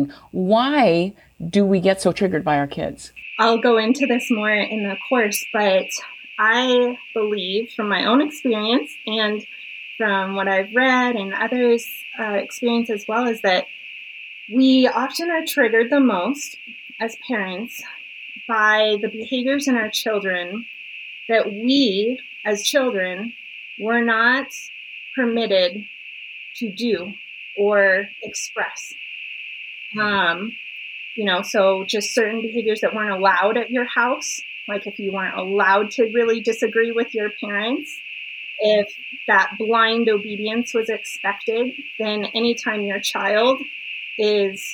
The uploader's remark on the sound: I deeply apologize for the compromised sound issues